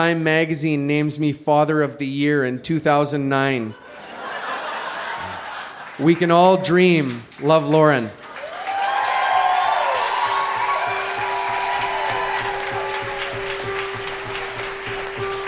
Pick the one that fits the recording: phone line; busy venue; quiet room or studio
busy venue